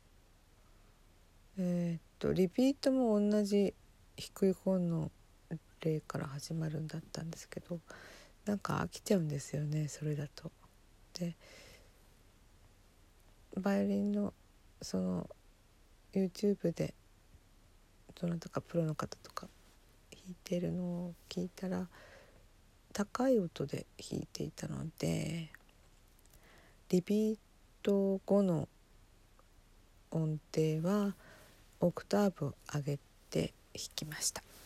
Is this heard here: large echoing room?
no